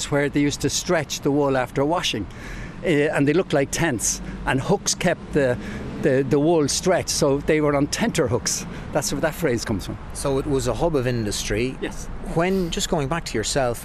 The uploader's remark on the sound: Walking And Talking